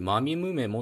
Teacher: 肺からの空気が鼻の方に抜けてる音で、これは鼻音と言われるものです